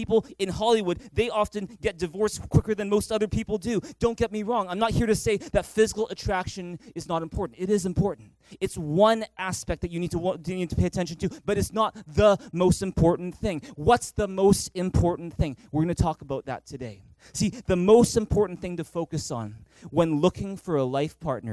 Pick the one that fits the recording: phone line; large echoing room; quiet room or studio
large echoing room